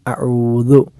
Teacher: അഴു എന്ന ഐന് തൊണ്ടയുടെ മധ്യഭാഗത്ത് നിന്നാണ്, ആദ്യത്തെ ഹംസ തൊണ്ടയുടെ താഴ്ഭാഗത്ത് നിന്നാണ്. ദു എന്നത് നാവ് പല്ലിൻ്റെ അഗ്രത്തിൽ സ്പർശിച്ചു സ്പർശിച്ചില്ല എന്ന അവസ്ഥയിൽ നമ്മൾ ഉച്ചരിക്കേണ്ടതായ അക്ഷരമാണ് · Term: ദാല്